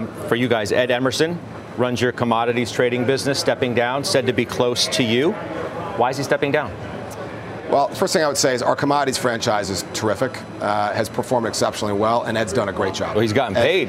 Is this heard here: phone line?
no